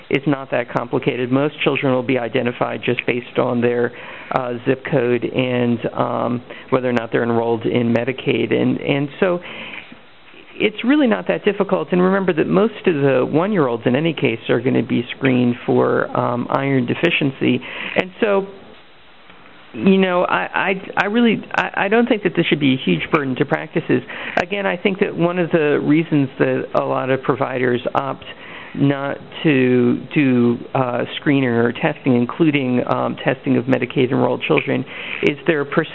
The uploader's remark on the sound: May 2005 Author in the Room® Teleconference